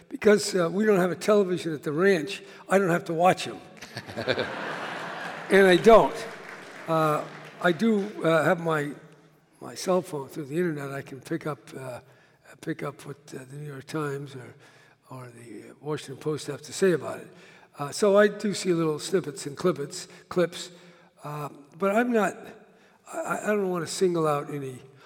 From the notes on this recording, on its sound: (LIVE in San Francisco). Recorded at the Herbst Theatre in San Francisco.